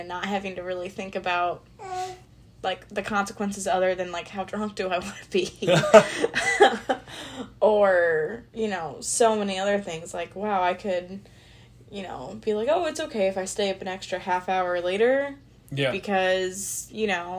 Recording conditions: sounds in the background